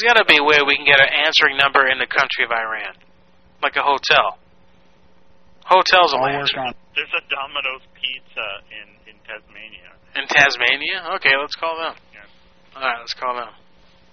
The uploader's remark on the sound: Personal Prank Phone Calls Collection